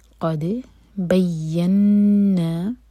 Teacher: نون پر غنہ، نون کو ہولڈ کریں گے دو سیکنڈس